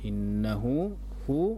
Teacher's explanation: inna nun bertasydid kita gunnahkan dengan, kita dengungkan ya, dengan tempo gunnah yang dipanjangkan sekitar 2 harokat